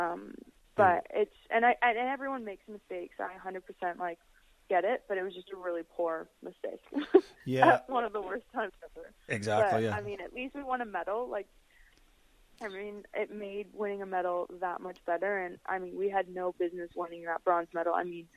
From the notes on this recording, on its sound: joins me by phone